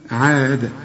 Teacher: هنقلقل الدال، لان كل دال في القرآن تقف عليها قلقلها